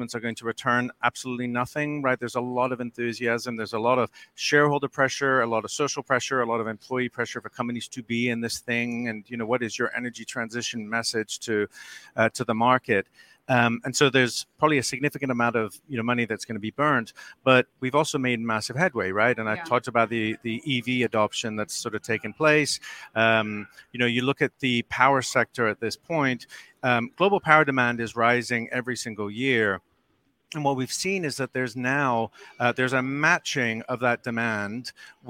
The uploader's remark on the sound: A special edition of OPIS Energy Insights, live from World Chemical Forum in Houston.